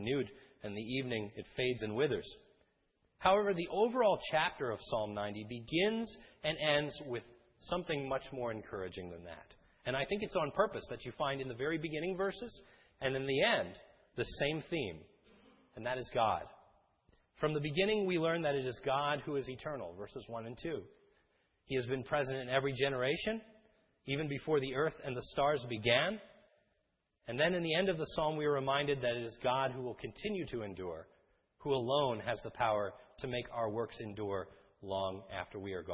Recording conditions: large echoing room